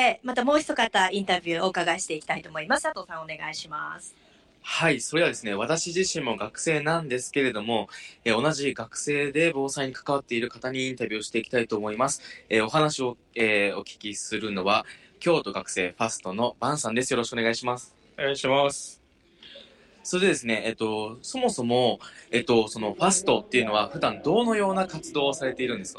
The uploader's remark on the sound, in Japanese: 北区総合防災訓練in 大将軍小学校 10:30~10:45 現場中継